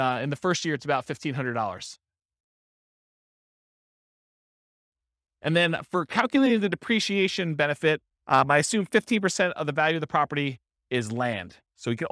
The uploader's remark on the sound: This was a live class recorded